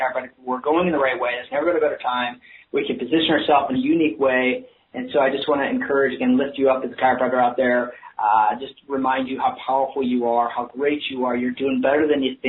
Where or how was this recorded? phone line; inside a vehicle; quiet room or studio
phone line